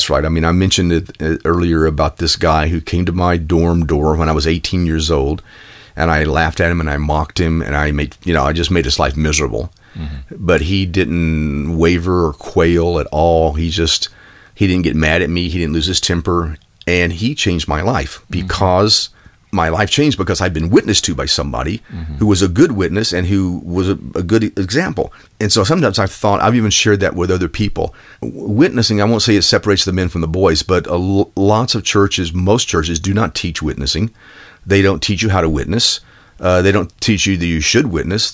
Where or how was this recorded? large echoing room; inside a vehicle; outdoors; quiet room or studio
quiet room or studio